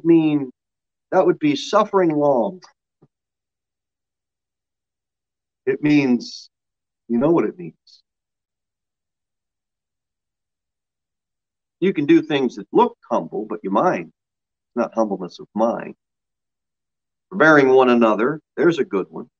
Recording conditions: large echoing room